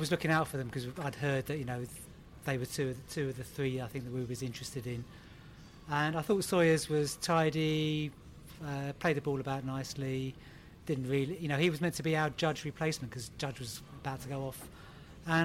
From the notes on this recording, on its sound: LIVE Transfer Deadline Day Podcast from the Pub. Our podcast which broadcast LIVE on transfer deadline day. The Beesotted crew assembled for their FIRST ever LIVE broadcast of the Beesotted Pride of West London podcast at One Over The Ait pub in Kew Bridge.